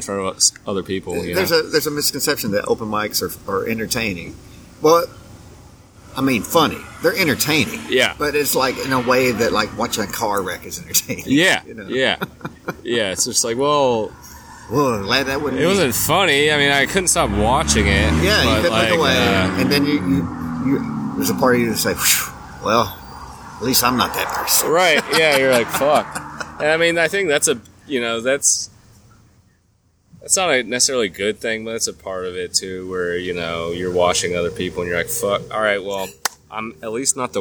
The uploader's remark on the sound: This is another "open air" podcast, live from the Village Pub.